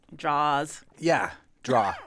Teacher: For example, he mentions in his book that he does not pronounce R's after vowels. So this is a person from Western Mass who was saying that he drops his R's.